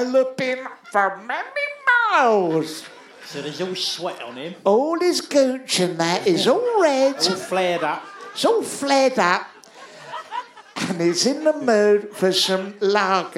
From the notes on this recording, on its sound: LIVE at the Underbelly, London, 7th June 2019